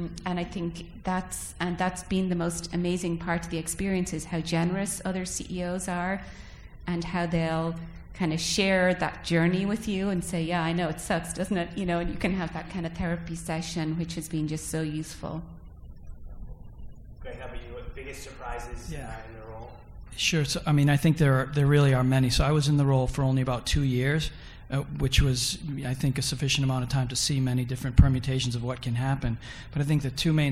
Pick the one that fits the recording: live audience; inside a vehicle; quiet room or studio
live audience